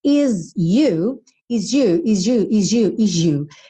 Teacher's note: Se você reparar, você ouve esse sonzinho quase de J.